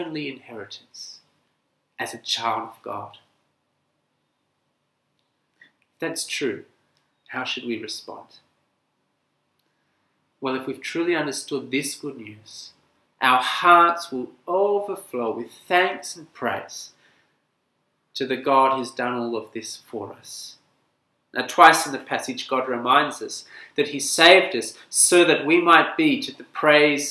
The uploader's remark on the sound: This sermon was preached at St Nicholas Home, Penang on 16th October 2020.